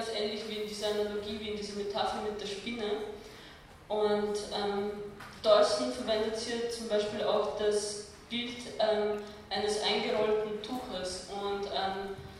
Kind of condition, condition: setting, large echoing room